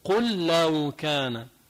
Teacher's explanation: لام ساكنة إجا بعدها لام، اثنين مثل بعض، أول واحدة عليها سكون، الثاني متحركة بتغمن ببعض · Term: إدغام المتماثلين